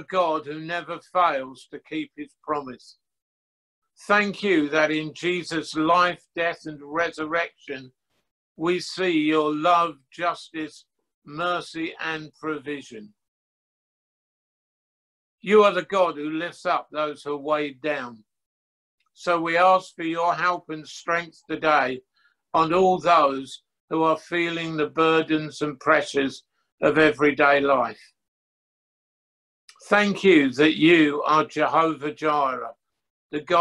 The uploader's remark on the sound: Estuary Church Group Online Service. Audio recording of our livestream service on zoom.us a virtual church service.